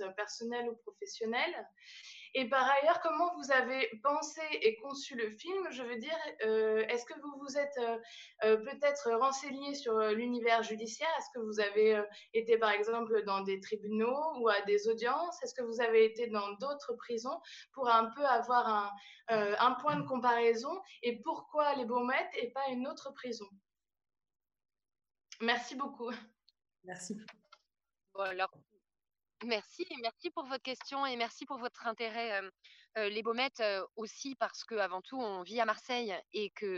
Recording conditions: video call